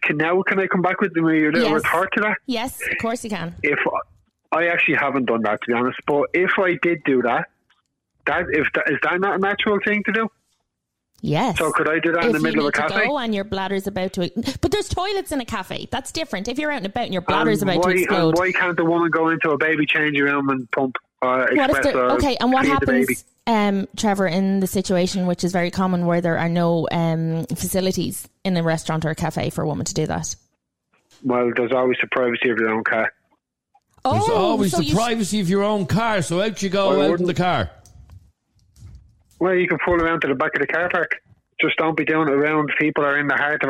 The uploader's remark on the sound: Hangs Up On "Knuckle Dragging Cave Man" Caller Live On Air